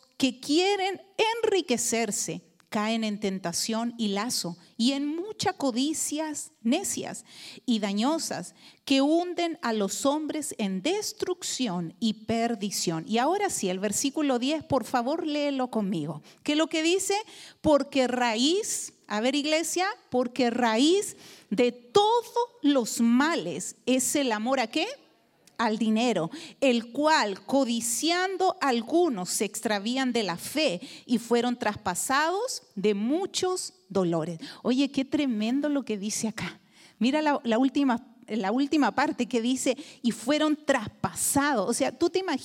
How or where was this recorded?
large echoing room